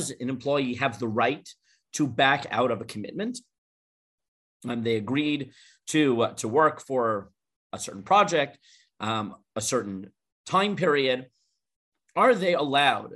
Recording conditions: video call